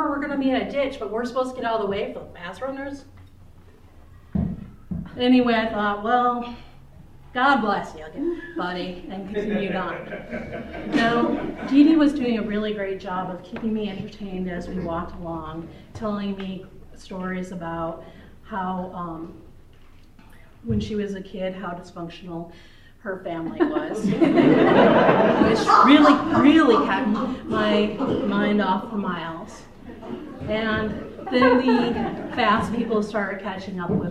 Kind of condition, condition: setting, live audience